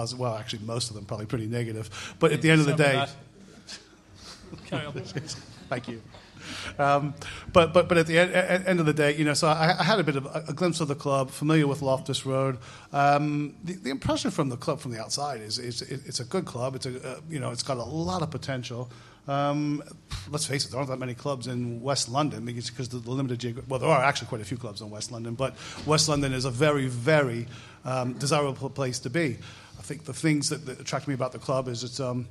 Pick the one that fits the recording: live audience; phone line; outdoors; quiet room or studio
live audience